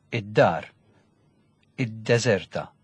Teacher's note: a number of consonants that take an article which sounds like the first consonant of the noun